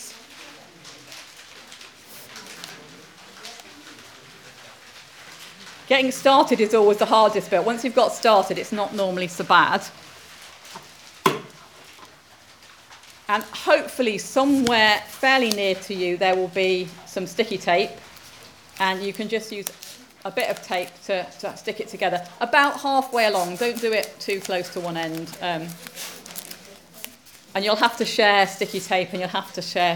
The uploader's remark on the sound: Audio podcast of morning service. All-age service for Palm Sunday is led by the Minister.